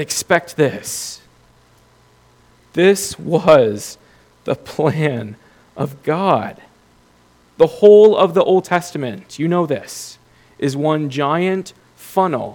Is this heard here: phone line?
no